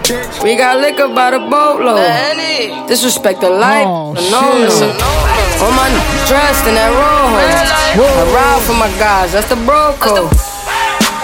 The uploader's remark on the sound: All White Yacht Party Live